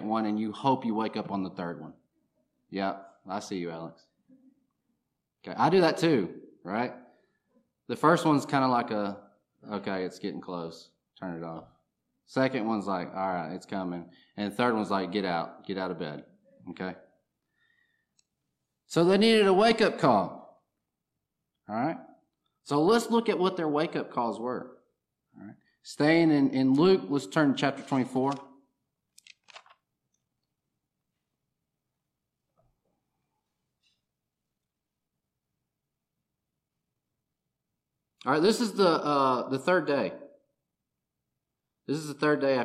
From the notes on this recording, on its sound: recorded on July 15, 2023, at Ringgold Seventh-day Adventist Church